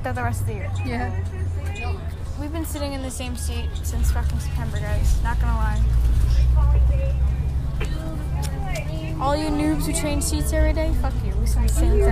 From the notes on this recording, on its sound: Recorded on a bus